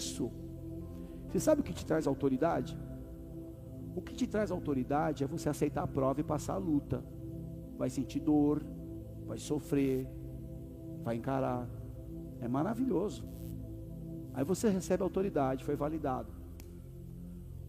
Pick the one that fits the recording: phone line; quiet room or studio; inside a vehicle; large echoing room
large echoing room